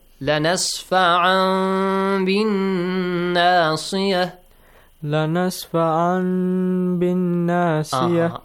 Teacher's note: A sound between noon and meme. Not noon, not meme. · Term: iqlab